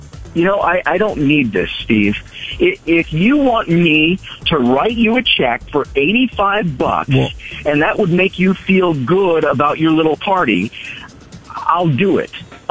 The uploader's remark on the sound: FRIDAY PHONE JACKS PRANK CALL. We had some fun pranking him this morning.